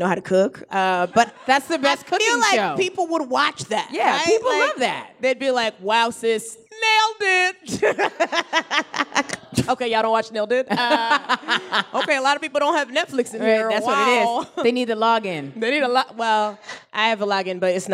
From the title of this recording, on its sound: LIVE at Housing Works Bookstore Cafe